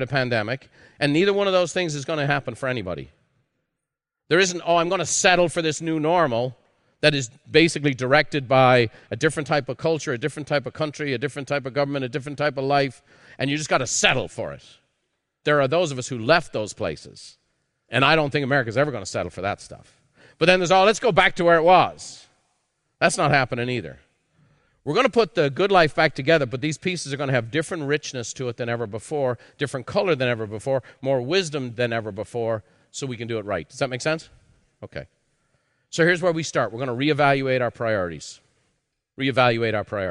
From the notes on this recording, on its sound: A live recording from Peak Experience.